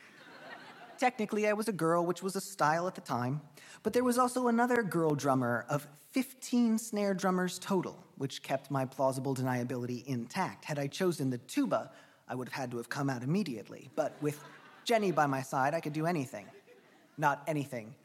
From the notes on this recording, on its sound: He performed this story at Sydney Writers Festival.